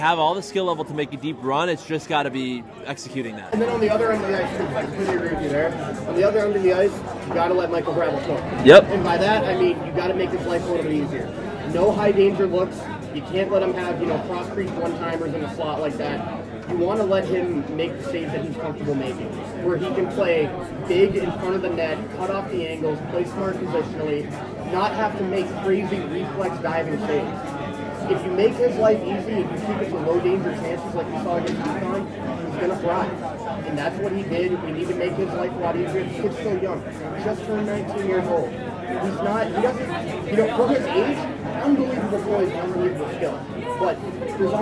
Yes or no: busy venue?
yes